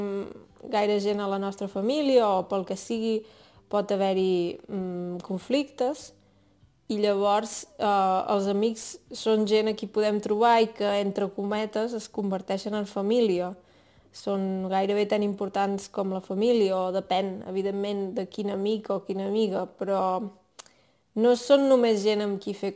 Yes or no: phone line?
no